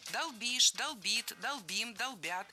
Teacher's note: Во всех формах ударяем окончание.